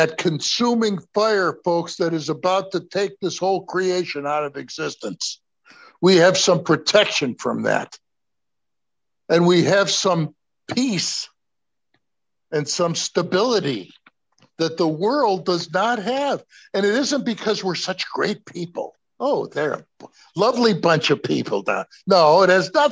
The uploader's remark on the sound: Oceanside Zoom Class